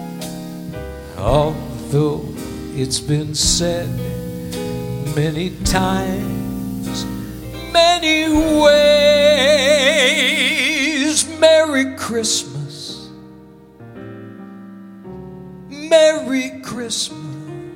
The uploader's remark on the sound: Live at the SouthPoint Casino